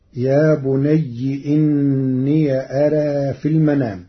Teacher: ففتح ياء الإضافة مع تقليل الألف في كلمة أرى إلى الياء فتصير الجملة كلها يا بني إني أرى في المنام.